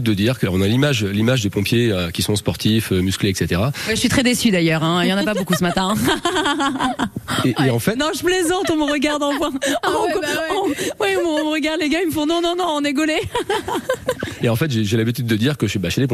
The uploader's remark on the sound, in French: en direct de la caserne des pompiers de Tourlaville